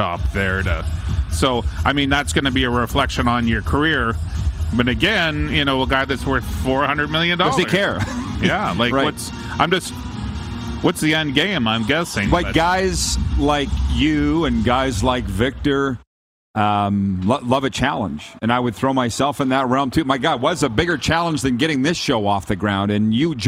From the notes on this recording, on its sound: Back for Week 2 LIVE from inside Rogers Place in Edmonton, Alberta - site of the 2022 World Junior (2.0) championships!